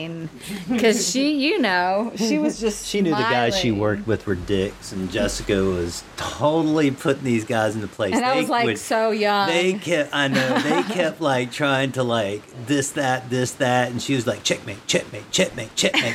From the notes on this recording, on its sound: Recorded this episode in the Amazonian jungles of Peru at Refugio Altiplano, an Ayahuasca Retreat.